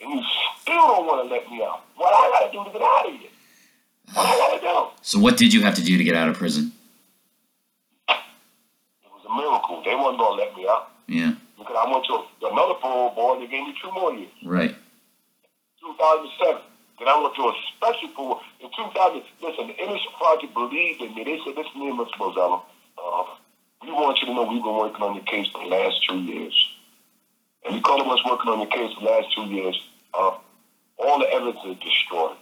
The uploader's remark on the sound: phone interview